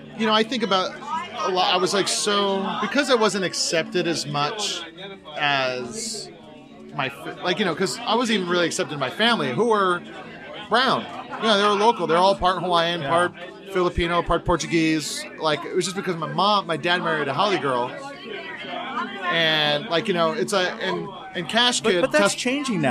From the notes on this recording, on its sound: Join us for a couple rounds of cocktails as we record this episode live from the legendary Tiki-Ti on Sunset Boulevard!